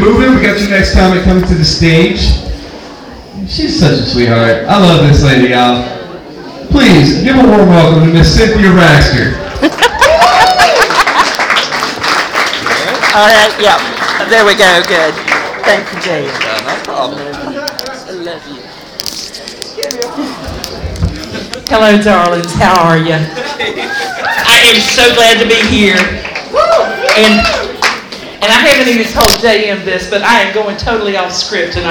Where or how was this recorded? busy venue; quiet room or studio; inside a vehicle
busy venue